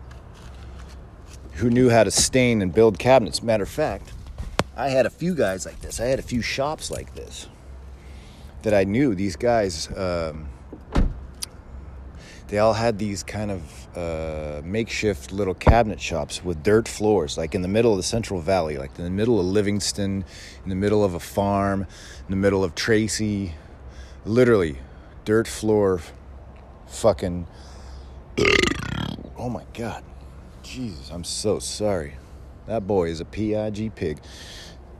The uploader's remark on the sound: Coming to you live from an alleyway in Roseville